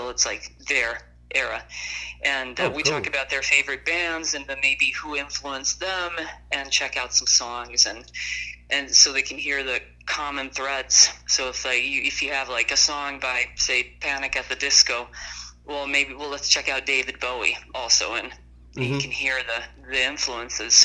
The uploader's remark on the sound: burnt the phone lines to interview